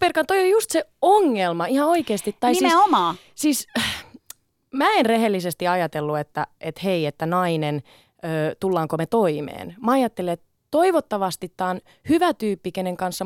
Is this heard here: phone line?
no